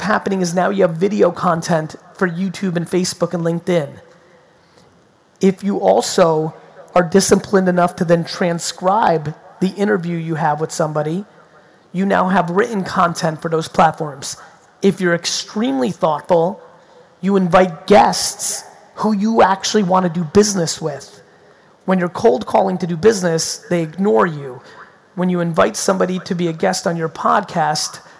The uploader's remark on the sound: Sydney 2019 Keynote. My recent keynote from my trip to Sydney.